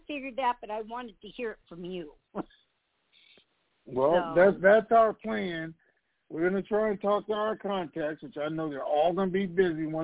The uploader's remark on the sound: TNT Superfantastic Conference Call